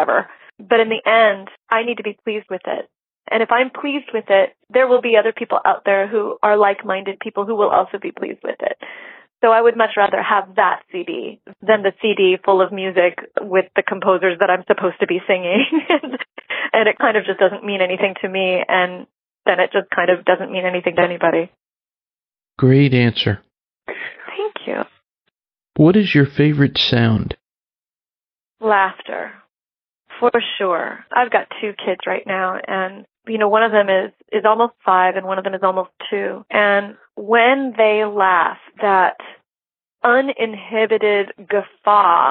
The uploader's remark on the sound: This was a telephone interview, or as they say in the biz a phoner.